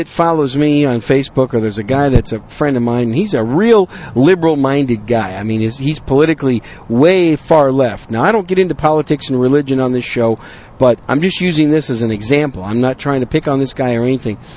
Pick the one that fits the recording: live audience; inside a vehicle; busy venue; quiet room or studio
inside a vehicle